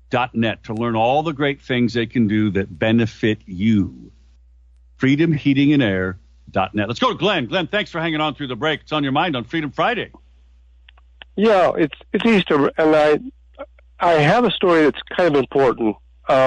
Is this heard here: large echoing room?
no